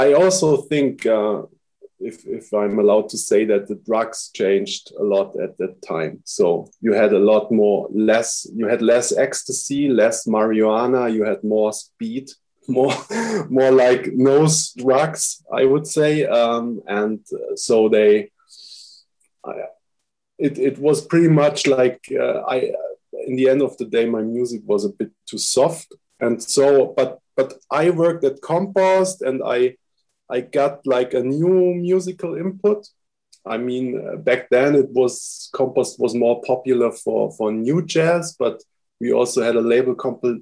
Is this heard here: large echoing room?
no